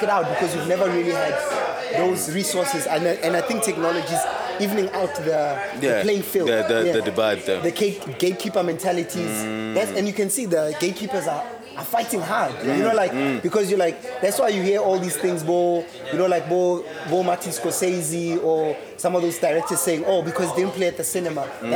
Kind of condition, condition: setting, busy venue